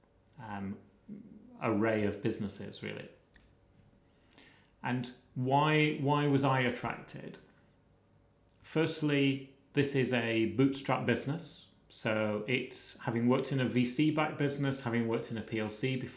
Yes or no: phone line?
no